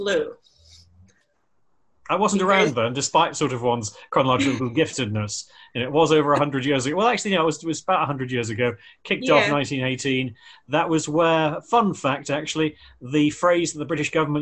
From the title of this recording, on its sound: Pandemic Zoom Special